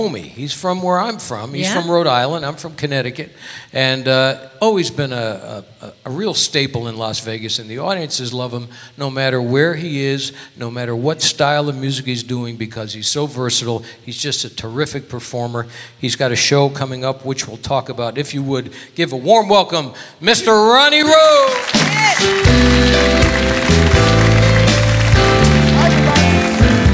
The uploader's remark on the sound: Live at the SouthPoint Casino